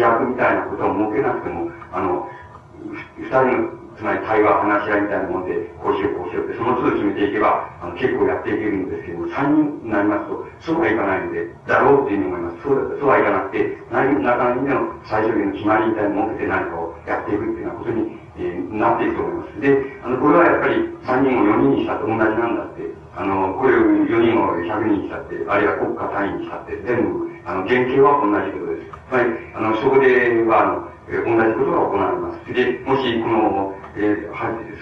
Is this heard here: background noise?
yes